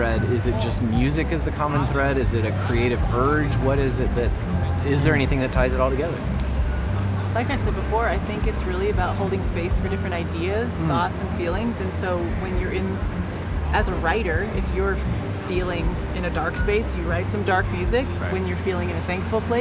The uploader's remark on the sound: We caught them backstage at Wild Goose Festival. We caught them backstage at Wild Goose Festival. We get a chance to hear some of their live performance at the Festival!